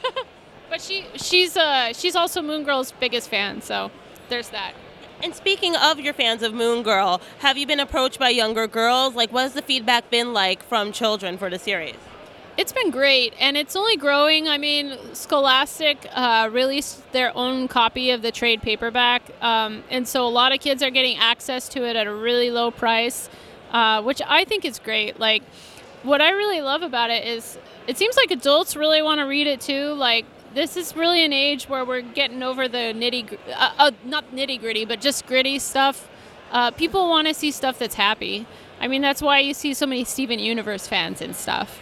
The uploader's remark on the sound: Interview at Five Points Festival 2017